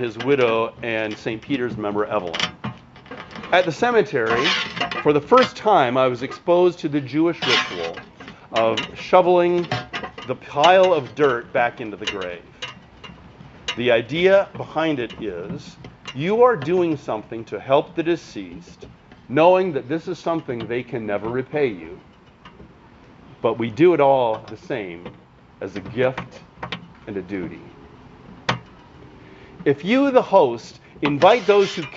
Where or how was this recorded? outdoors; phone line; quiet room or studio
outdoors